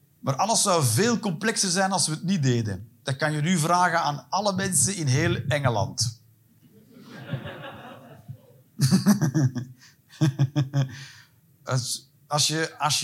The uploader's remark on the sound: Live 19 September 2023, Kavka, Antwerpen.